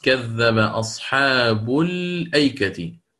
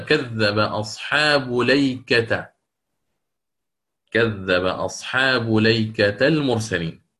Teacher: نقل حركة الهمزة إلى اللام الساكنة قبلها ثم حذفها · Shown in: second take · Term: النقل